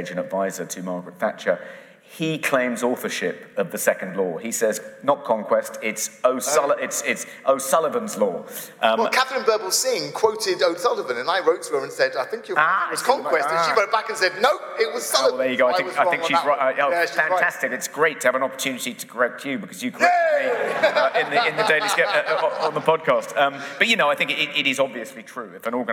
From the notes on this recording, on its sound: Live from the Emmanuel Centre in London! The event was sold out, and the feedback was amazing. Massive thanks to everyone who came along.